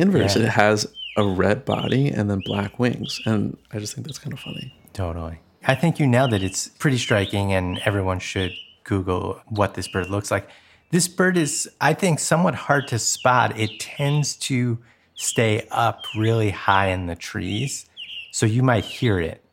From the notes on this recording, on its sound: Ambient bird sounds